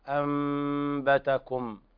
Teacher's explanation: تقلب تحول إلى ميم مخفاة